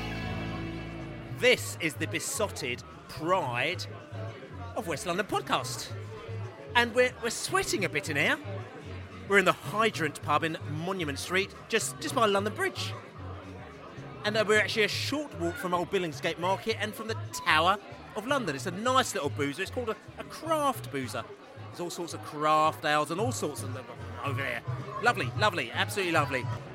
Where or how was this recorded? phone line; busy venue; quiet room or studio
busy venue